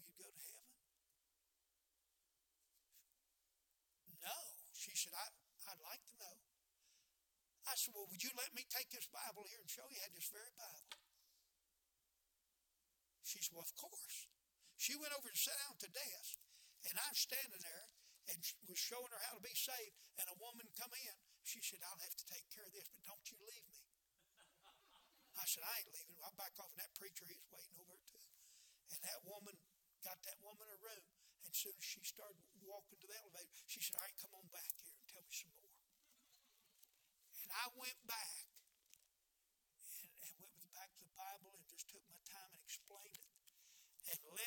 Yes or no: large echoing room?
yes